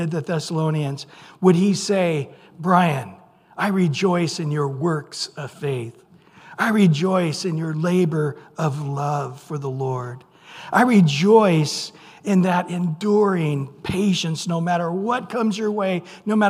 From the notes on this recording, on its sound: Recorded at Calvary Chapel of Los Alamitos